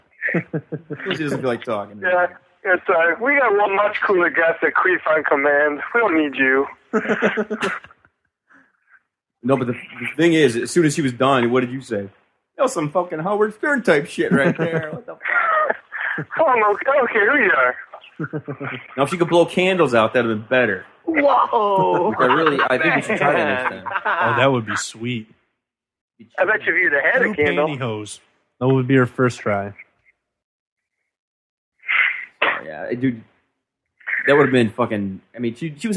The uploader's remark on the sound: on the phones